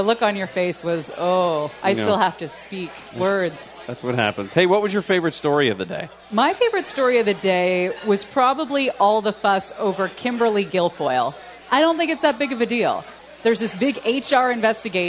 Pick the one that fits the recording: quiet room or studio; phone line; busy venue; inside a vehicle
busy venue